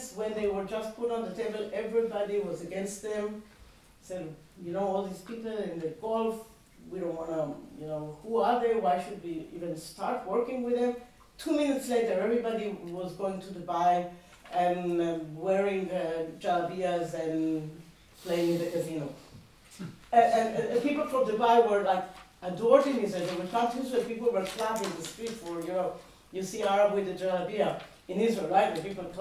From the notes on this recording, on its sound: In the second seminar in the Hilary Term series. Once again, the lecture theatre was filled to overflow and generated extensive exchange between the audience and the speaker.